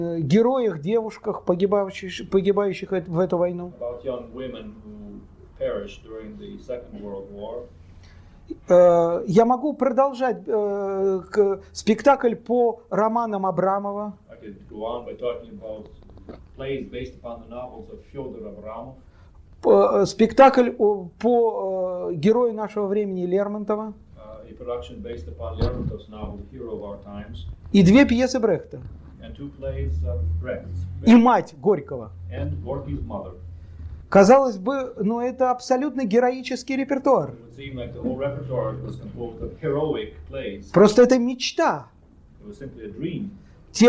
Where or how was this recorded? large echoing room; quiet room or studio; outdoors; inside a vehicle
large echoing room